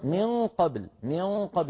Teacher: بنون مخفات عند القاف مفخمة